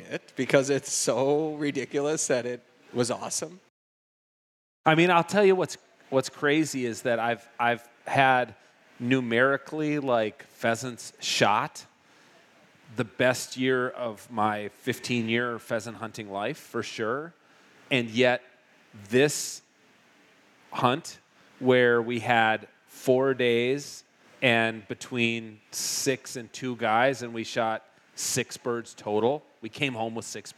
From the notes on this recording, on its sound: For a live show at Bear Cave Brewing in Hopkins, MN.